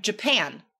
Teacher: That's a noun, but we stress the second syllable.